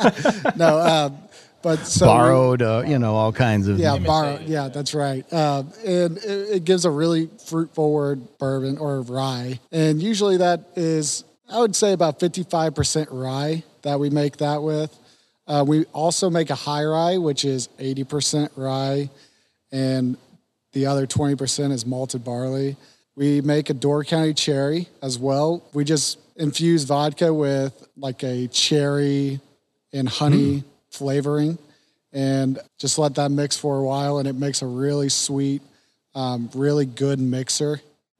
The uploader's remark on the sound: film on location in the distillery center at Central Standard